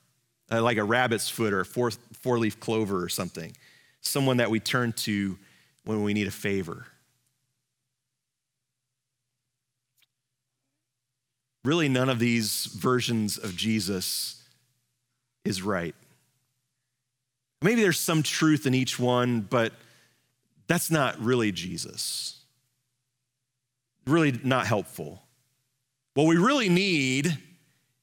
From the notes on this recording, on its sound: Live from our Celebration Ministry Center